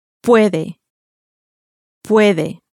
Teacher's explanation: Again, ending in a vowel, receiving its stress on the next to last syllable.